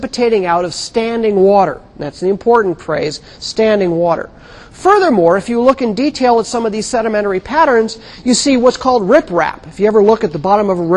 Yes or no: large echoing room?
yes